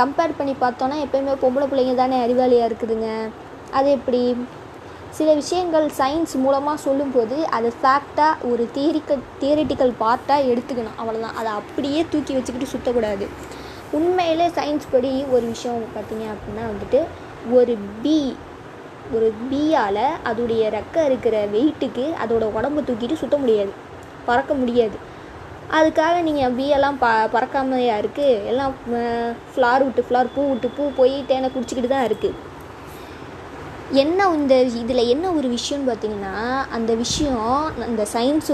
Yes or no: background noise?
yes